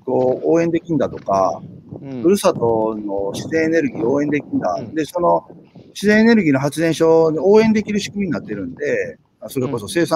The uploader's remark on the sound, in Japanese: 歩きながら1時間、対談する